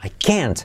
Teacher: La T no se pronuncia.